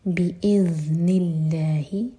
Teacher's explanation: زال ساکن پر تھوڑا رخاوہ کریں گے یعنی کہ تھوڑا سا ٹائم دیں گے